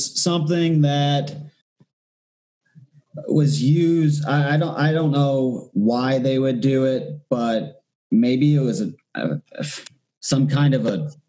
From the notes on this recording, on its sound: Do their first ever zoom call for the show. They are based out of Southern Australia and are new to podcasting as well.